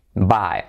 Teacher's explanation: está compuesto de un diptongo con la segunda vocal que es I como E